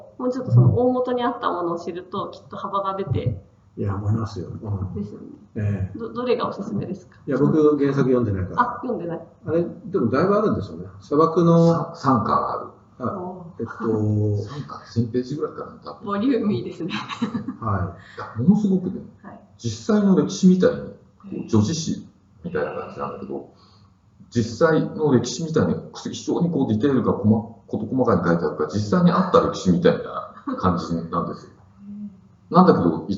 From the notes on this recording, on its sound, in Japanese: 旧マイクで音声ややわるいです